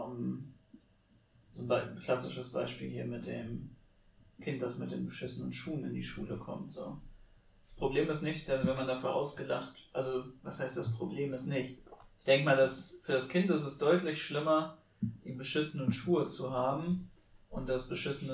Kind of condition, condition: fault, poor sound quality